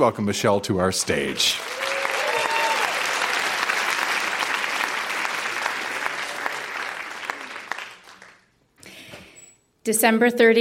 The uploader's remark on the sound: Recorded live at the Royal Cinema in Toronto.